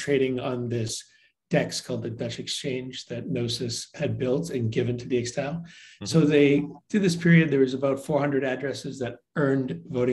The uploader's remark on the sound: has joined a zoom meeting